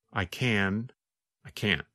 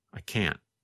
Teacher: When we say the positive form, we pronounce the letter N longer. The N sound, N, N, N, lasts longer than in the negative form. In fact, in the negative form, because the tongue and voice stop, there is almost no sound of the letter N.